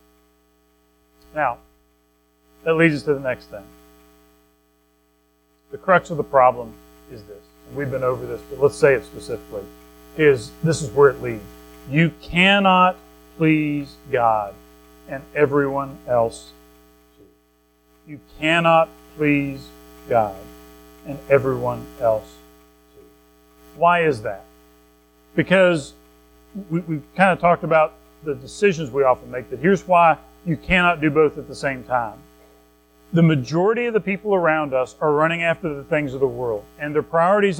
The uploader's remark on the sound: Recorded at Madison Baptist Church in Madison WV